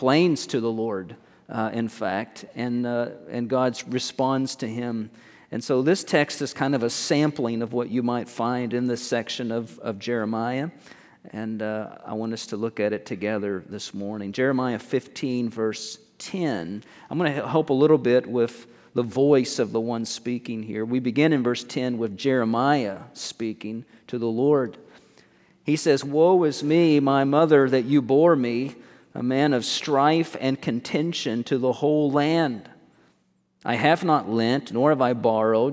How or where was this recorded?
large echoing room